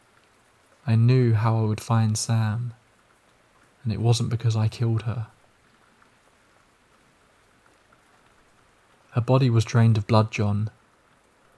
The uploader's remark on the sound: Scary stories with the sound of rain falling in the background